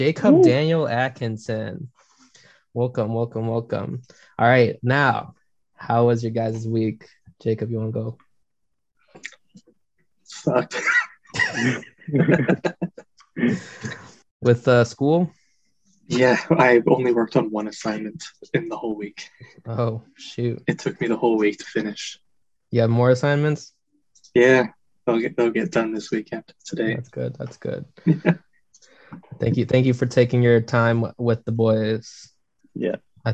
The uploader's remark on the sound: on Zoom for this session